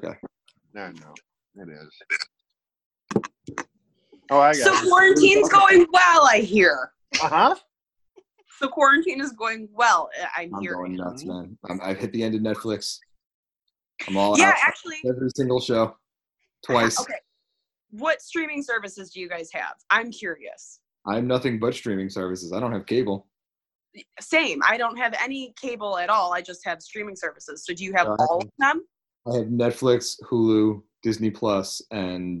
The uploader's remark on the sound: You can hear it happen in real-time during our Zoom episode with the guys from JOKR.